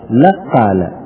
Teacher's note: تدغم الكاف في القاف، نقول ونقدس لك قال، لق بالقاف لق قال، هذا الشيء على الثاني.